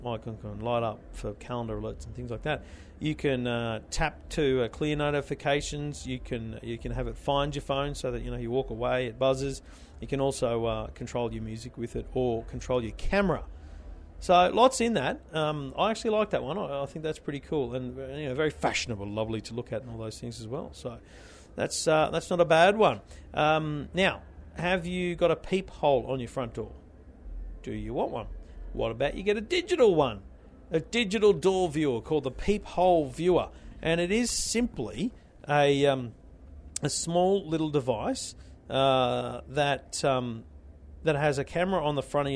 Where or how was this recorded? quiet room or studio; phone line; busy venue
busy venue